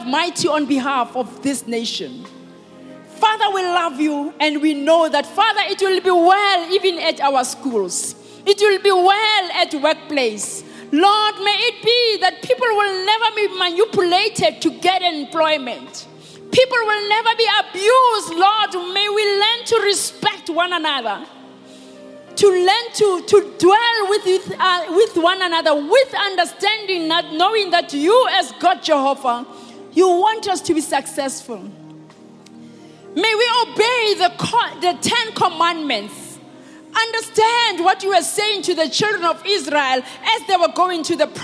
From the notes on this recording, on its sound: preached at Grace Bible Church Pimville on the 08th of March 2020